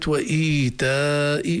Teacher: في كلمة وإيتاء فيها مدان، المد الأول هو الهمز اللي بعدها ياء، وإيتاء هذا مد بدل وهو مد طبيعي، أما الهمز اللي موجودة تحت الياء قبل ألف هذا مد متصل. إذا الأول مد بنسميه مد بدل ملحق بالطبيعي حركتين، والمد الثاني مد واجب متصل يقرأ بقدر 4 أو 5 حركات، بدنا ننتبه إليها.